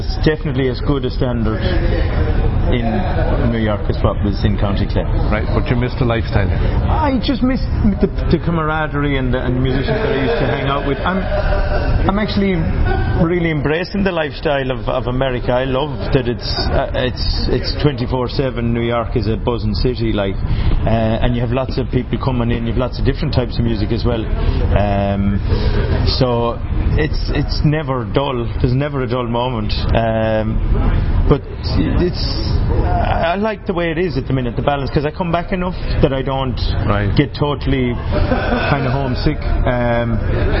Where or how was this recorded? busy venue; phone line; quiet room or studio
busy venue